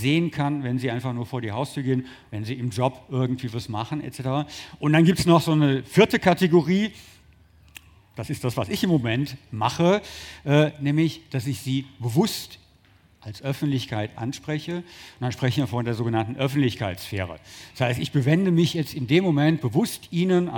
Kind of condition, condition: setting, busy venue